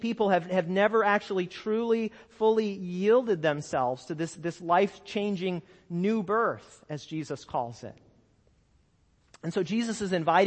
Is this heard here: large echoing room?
yes